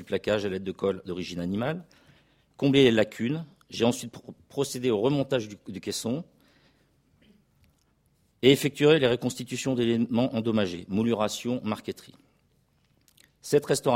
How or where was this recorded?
large echoing room